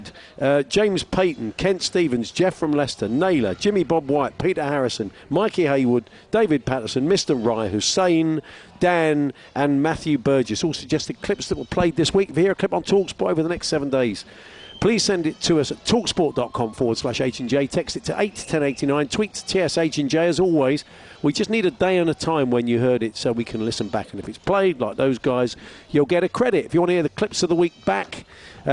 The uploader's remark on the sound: Live From Cheltenham !